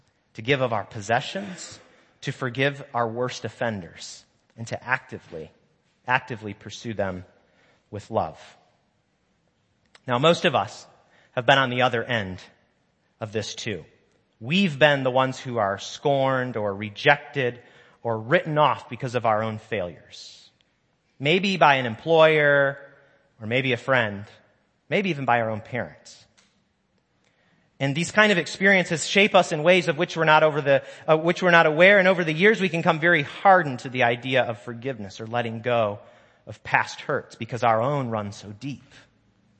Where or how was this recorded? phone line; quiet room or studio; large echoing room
large echoing room